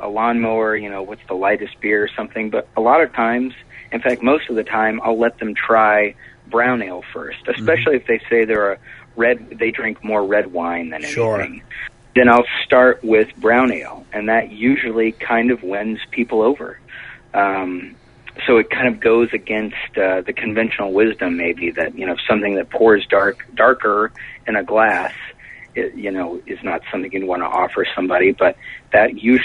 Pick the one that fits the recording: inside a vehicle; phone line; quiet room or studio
phone line